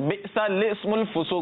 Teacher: लाम से पहले वाला अलिफ और लाम के बाद वाला अलिफ ना पढ़ें, बल्कि लाम को जेर देकर पढ़ें